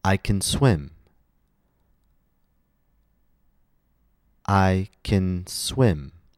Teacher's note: When speaking in a full sentence, if a native speaker wants to say can affirmative, the vowel will be I. So can will sound like kin.